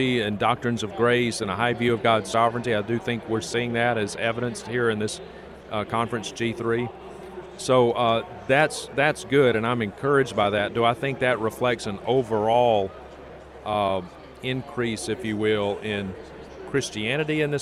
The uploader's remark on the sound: We caught up with him at the G3 National Conference, in Atlanta, Georgia, where he was speaking.